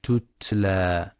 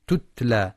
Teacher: ينتبه القارئ لهمس وشدة التاء تتلى · Shown in: first take